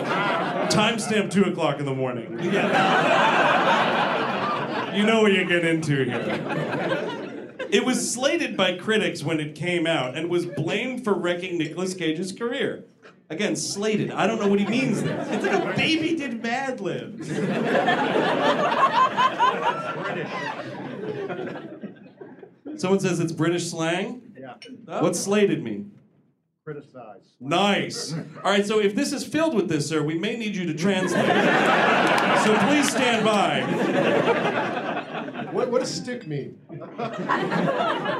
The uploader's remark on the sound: Live in D.C.